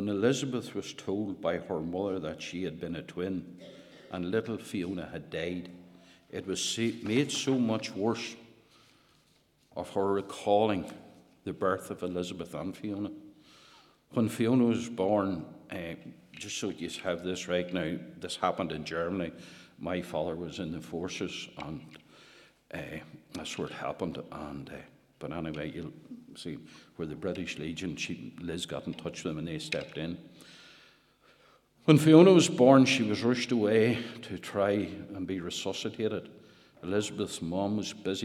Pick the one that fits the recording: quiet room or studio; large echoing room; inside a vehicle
large echoing room